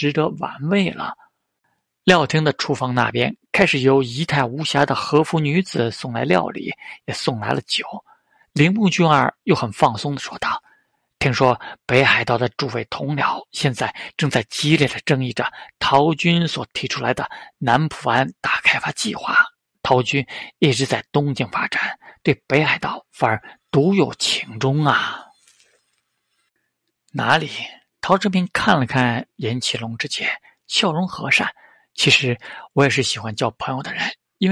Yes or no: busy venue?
no